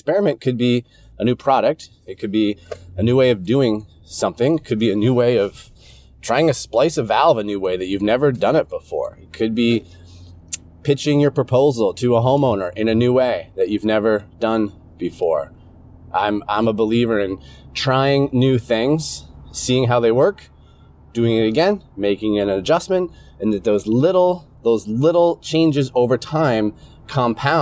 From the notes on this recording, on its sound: I'm in my truck right now driving to my office. Audio diary today. I'm running an experiment right now because I have a brand new wireless laier microphone that I got on Amazon. This unit has two mics. This is going to be an experiment, uh, just to see if the audio quality is good enough in the truck. The Audiotechnica ATR2100 is connected to USB to Lightning.